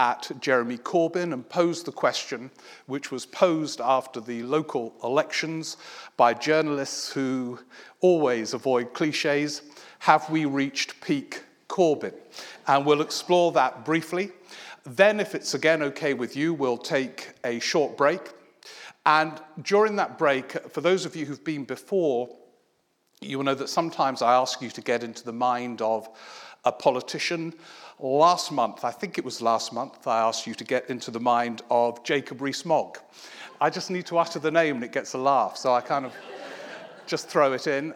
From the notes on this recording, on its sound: A recording of a recent one man show at Kings Place, London